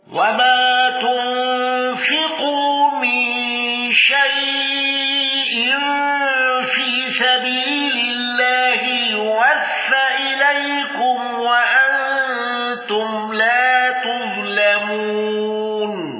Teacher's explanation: الأزرق بتوسط الشيء وقصر البدن وثلاثة العارض وتغليظ لام تظلمون